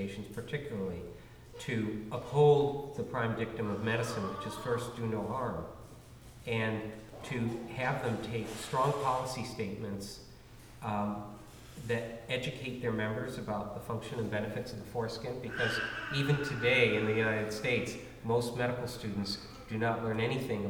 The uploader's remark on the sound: This is a recording of the panel discussion and Q&A from the Vancouver, British Columbia screening of Cut. The screening took place at the Roundhouse Community Center.